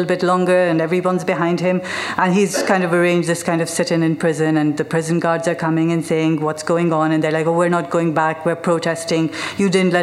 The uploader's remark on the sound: The second act of our Tragic Autumn live show which took place at the Hackney Attic on October 16th. Live recordings.